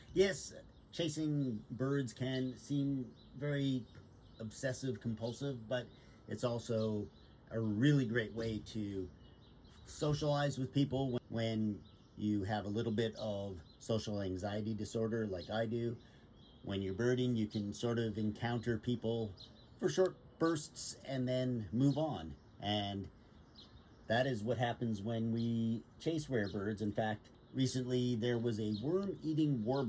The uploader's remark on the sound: I took my recording device on the road to Point Pelee National Park, Long Point and Rondeau Provincial Parks and City View Park in Burlington, Ontario. I walked up to birders I have never met and birders I have known or at least seen on the trails.